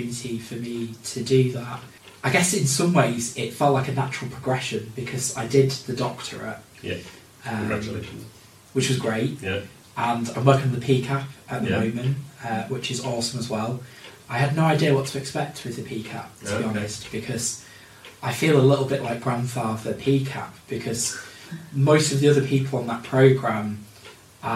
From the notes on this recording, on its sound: We're aware the audio isn't ideal